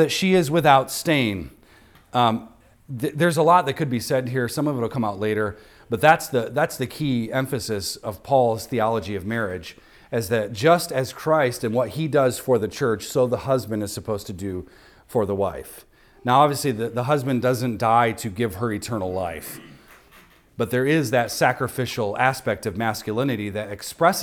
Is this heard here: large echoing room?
yes